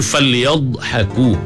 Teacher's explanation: Falyadhaku, nak kena angkat lidah rapat ke langit, di tepi ni pula sengit ke beberapa batang gigi geraham di belah kiri ataupun kanan. Makhraj bagi huruf dh ni, dia memanjang, ada sifat istitalah bagi dh.